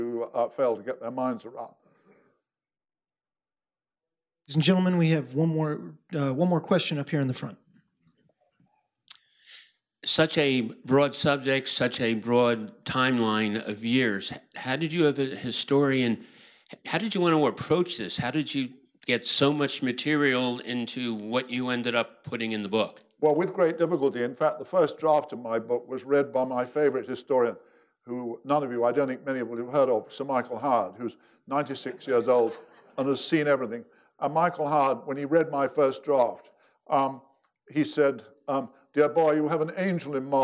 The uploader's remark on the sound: General Omar Bradley Memorial Lecture. Army Heritage and Education Center (USAHEC) hosted. To present the General of the Army Omar Nelson Bradley Memorial Lecture.